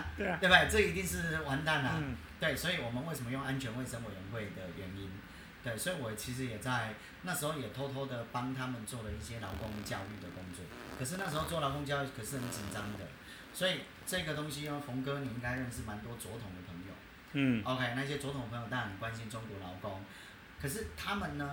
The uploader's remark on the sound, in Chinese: 收音有一點點小狀況